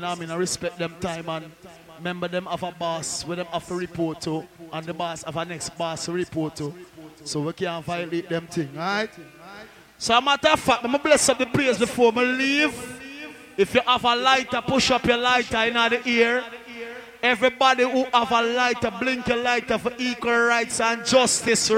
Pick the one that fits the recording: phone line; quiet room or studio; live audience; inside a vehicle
live audience